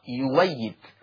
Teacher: واتفقت وقلنا هل كل همزة مفتوحة جاء قبلها حرف مضموم تبدل عند ورش عن نافع بواو مفتوحة، يعني يؤيد لما أبدلت قرأت يويد فأبدلت الهمزة المفتوحة بواو مفتوحة · Term: إبدال الهمز المتحرك